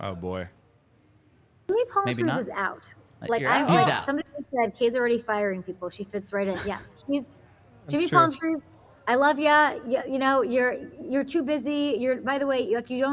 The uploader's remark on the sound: coming to you LIVE from the DNVR Bar